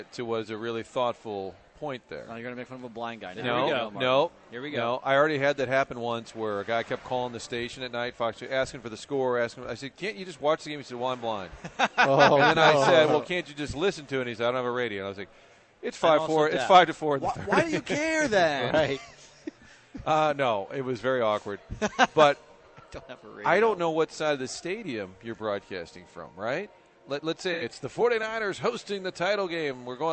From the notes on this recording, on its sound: broadcasting live from the Westport Social